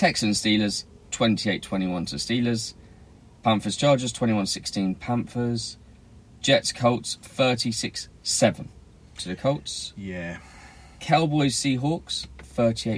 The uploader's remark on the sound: We are back sitting in the van